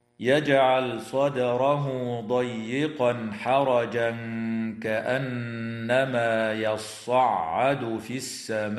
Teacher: تدغم النون الساكنة في الياء مع الغنة في قوله تعالى ومن يرد أن يضله، وتقلقل الدال في كلمة يرد وفي كلمة صدره، وكذا الجيم في كلمة يجعل، ويظهر التنوين عند الحاء في قوله تعالى ضيقا حرجا، ويخفى عند الكاف مع الغنة مرققة في قوله تعالى حرجا كأنما · وتمد الألف في كلمة السماء من قبيل المد المتصل بمقدار أربع أو خمس حركات